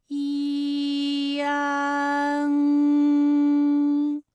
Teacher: 从前高不圆唇元音一开始，舌位向前低元音啊的方向滑降 · 舌尖迅速移到上齿龈，最后抵住上齿龈，做出发鼻音呢的状态